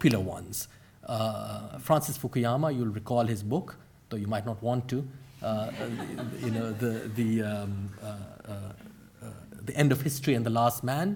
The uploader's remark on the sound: Gives a talk for the Oxford Humanities Research Showcase conference.